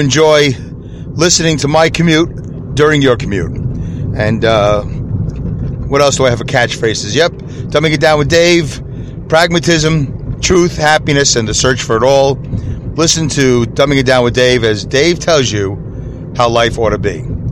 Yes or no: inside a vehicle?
yes